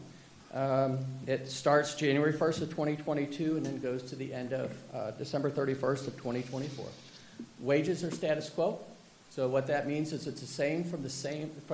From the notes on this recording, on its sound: This is a live recording of the Collinsville City Council from January 11, 2022.